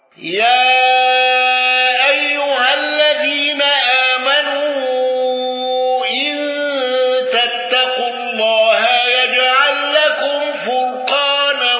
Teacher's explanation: قالون بقصر المنفصل وصلة ميم الجمع واندرج معه ابن كثير وأبو جعفر